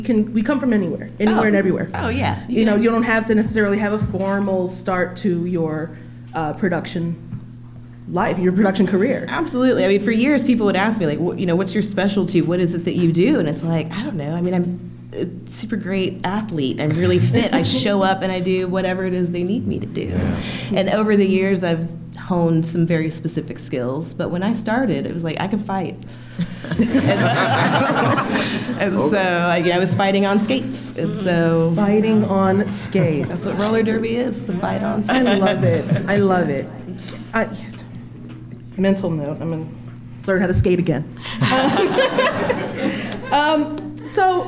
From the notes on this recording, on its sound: In front of an audience at Georgia Public Broadcasting in Atlanta.